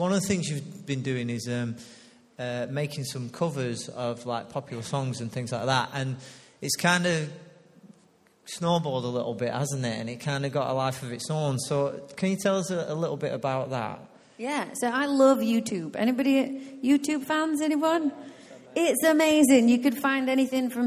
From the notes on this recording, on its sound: Recorded live at Life Church Lancashire